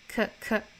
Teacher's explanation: 后面这个 could,我们把它弱读成 k